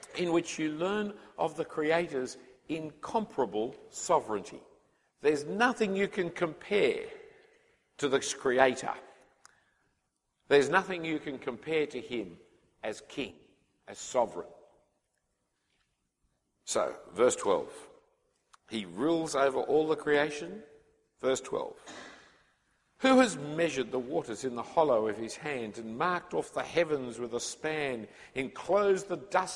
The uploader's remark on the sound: The first talk from the Mission Minded Weekend Conference in 2013, for young people considering full time ministry.